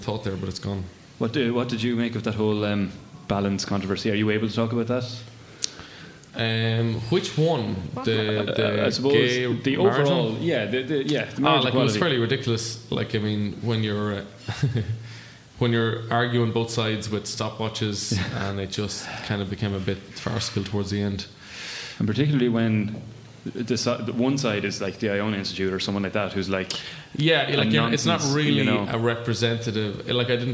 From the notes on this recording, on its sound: Live Podcast. In part 2 of the live HeadStuff Podcast.